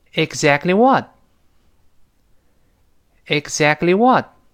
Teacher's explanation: 注意这个 what，美式发音，口型比英式那个 what 口型略大一些